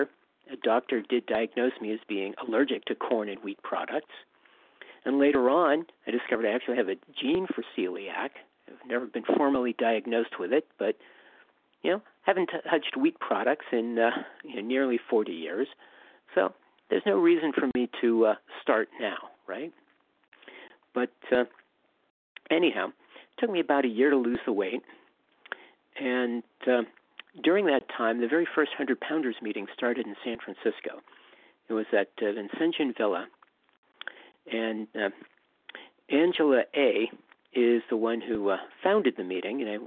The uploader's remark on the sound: 100 Pounders Phone Meeting.